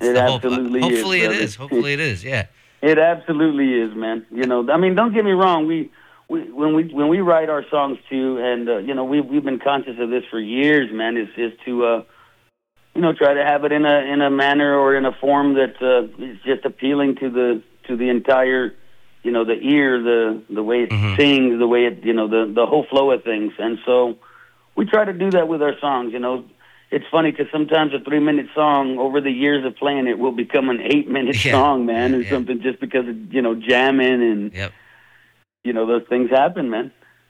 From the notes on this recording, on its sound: chats on the phone